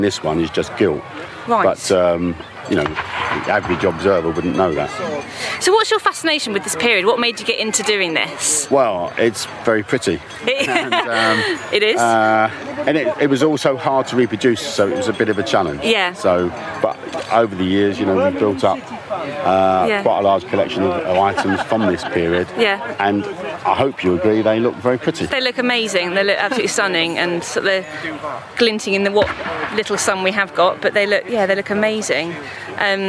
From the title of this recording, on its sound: English Heritage's History Live festival at Kelmarsh Hall in Northamptonshire